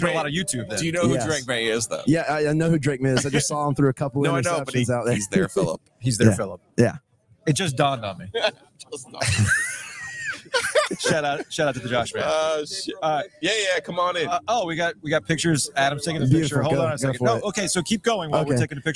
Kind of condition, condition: setting, outdoors